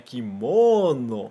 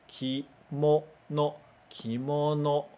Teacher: quando você está falando em Nihongo, em japonês, não existe, né, esse acento no mo · Shown in: second take